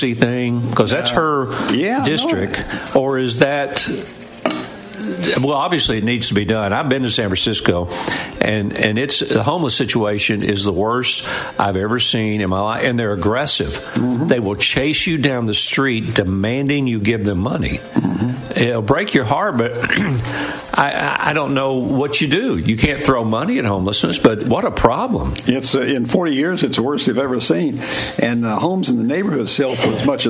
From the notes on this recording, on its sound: LIVE from Harrah’s Casino in Cherokee!